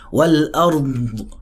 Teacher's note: استطالة مع رخاوة، فتلاقي اللسان بيفرش جوه الفم وفي نفس الوقت بتاخد وقت فيها